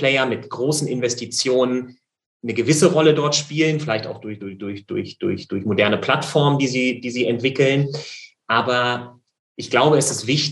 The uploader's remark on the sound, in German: Wir haben den Online-Expertentalk via Zoom aufgezeichnet. Für den Podcast haben wir den Talk ein wenig gekürzt.